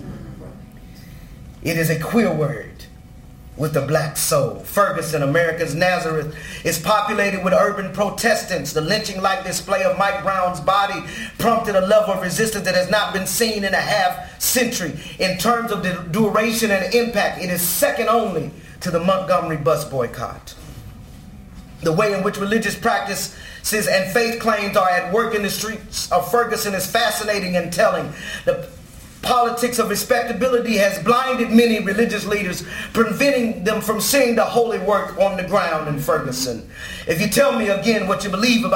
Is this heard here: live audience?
yes